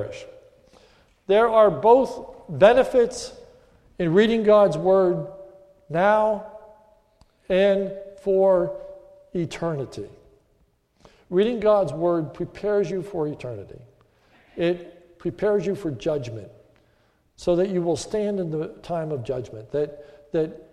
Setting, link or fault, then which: setting, large echoing room